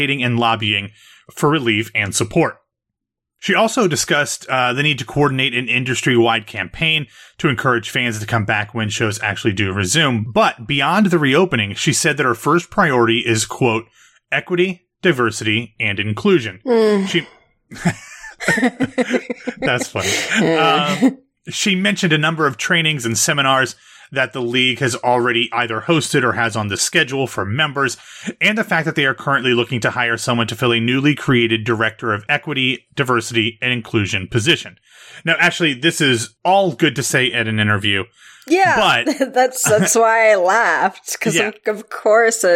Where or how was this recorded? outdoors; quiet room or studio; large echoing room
quiet room or studio